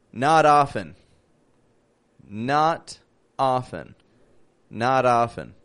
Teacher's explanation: Interesting, right? The T turns to a D. · Term: flap T